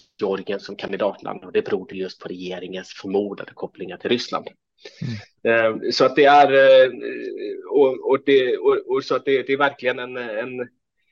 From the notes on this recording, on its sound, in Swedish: På länk från Georgien.